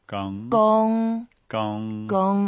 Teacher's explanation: 工 is the first tone. 工. 工. 工. 工. We make it flat. It's like a gong, hitting a big gong.